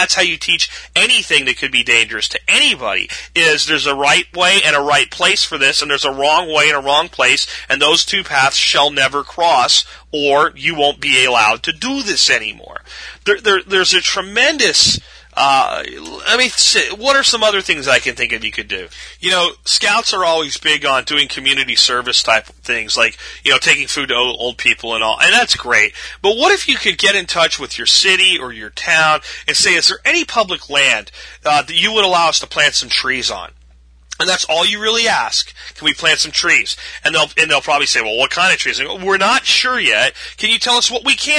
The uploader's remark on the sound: Call in friday